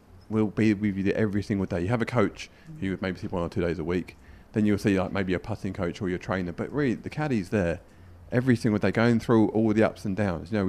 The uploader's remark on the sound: We were live from the Hero Dubai Desert Classic!